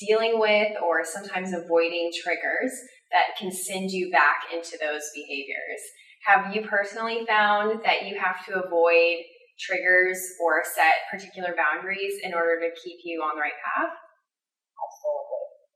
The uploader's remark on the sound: Thanks for your patience on the audio quality - the Rona got it!